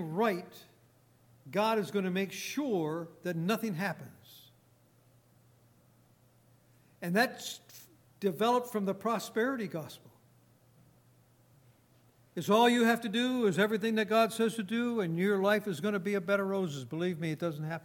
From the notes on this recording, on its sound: Recorded on June 24, 2018, at Grace Bible Fellowship in Front Royal, VA.